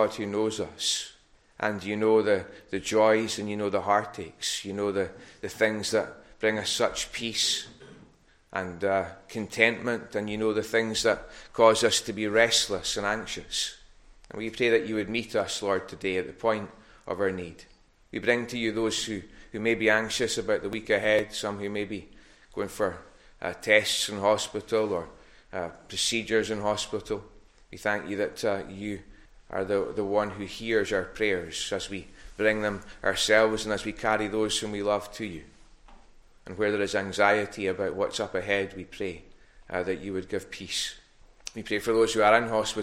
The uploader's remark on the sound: recorded at North Harris Free Church on morning of Sunday 12th December 2021